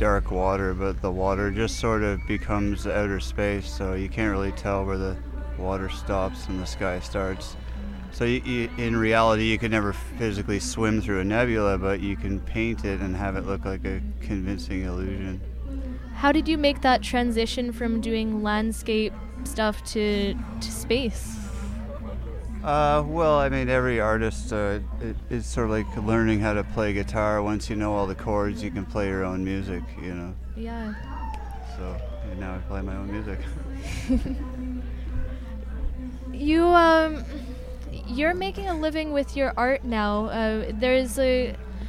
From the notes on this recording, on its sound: Stopped by The Dream Zine & GRadio.ca booth at North Country Fair.